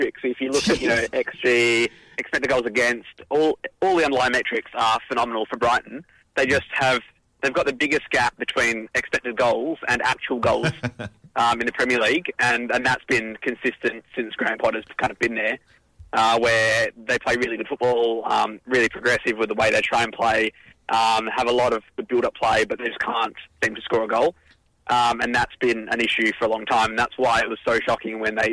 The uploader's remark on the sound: Our resident EPL expert is on the phone.